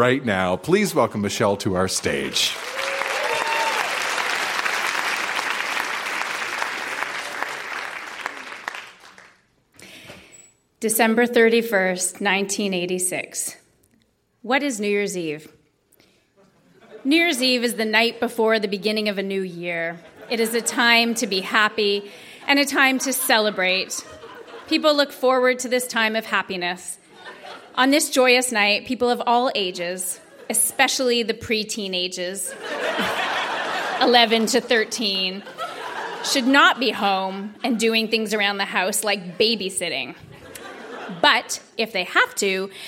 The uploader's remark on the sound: Recorded live at the Royal Cinema in Toronto.